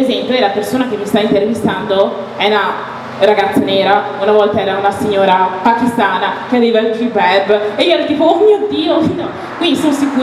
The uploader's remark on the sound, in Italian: Si tratta di un festival tenutosi a Milano. Abbiamo avuto la bella opportunità di gestire un episodio dal vivo.